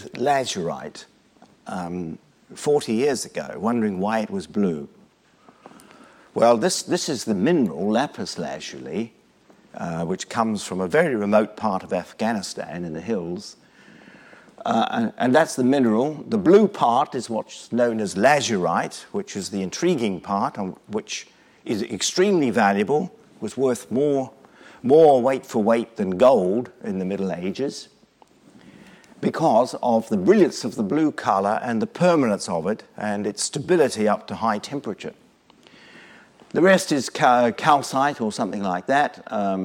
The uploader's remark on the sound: Lunch Hour Lecture on tour at the British Museum